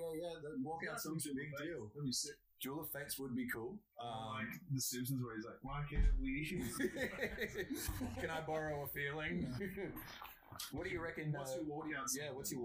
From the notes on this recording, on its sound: Due to some unforeseen circumstances the audio quality on this episode is a little iffy, we did our best !!!